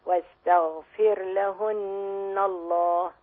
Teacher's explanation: الغين فيها رخاوة رخاوة